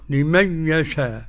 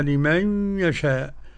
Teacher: قرأ خلف عن حمزة بعدم الغنة · Shown in: first take